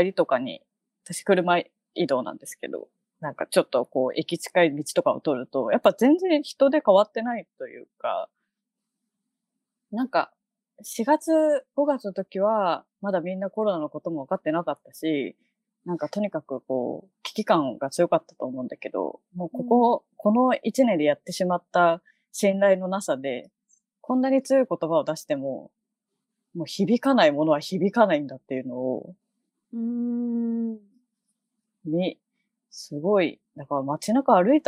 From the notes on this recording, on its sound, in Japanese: 今回は緊急事態宣言の発出に基づき、リモート環境にて収録をしております。ふだんの配信よりも聞きづらい箇所などがあるかもしれません。